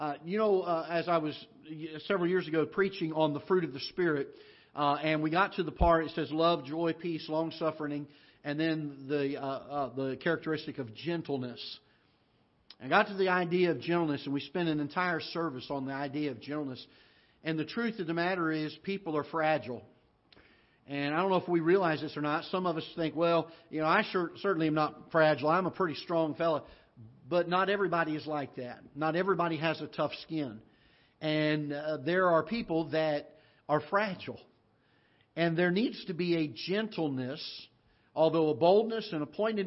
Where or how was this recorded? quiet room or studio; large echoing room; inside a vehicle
large echoing room